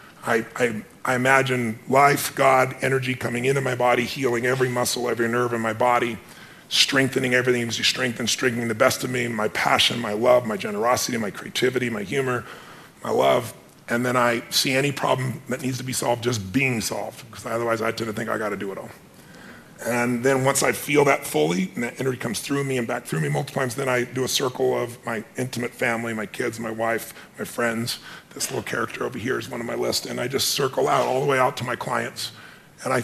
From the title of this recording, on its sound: Special Podcast, Live From The Genius Network